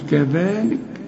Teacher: طلع لسانك في الذال وبعد الذال في ألف كاملة علشان تقول كذلك